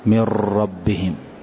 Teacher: وهذا الإدخال ينقسم إلى قسمين: إما أن أدخله بغنة، يعني بصوت من الخيشوم يخرج من يشاء من و، أو بغير غنة أدخل لكن ما أدغم، مثل النون بعد الراء أو التنوين بعد الراء من ربهم، أحذف النون تماما ولا أغن